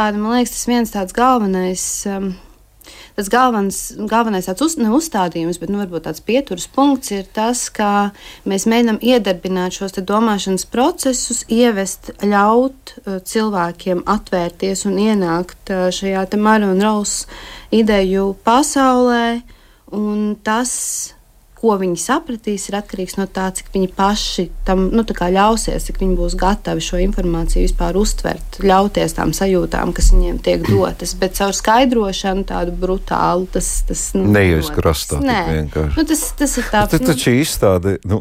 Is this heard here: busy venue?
no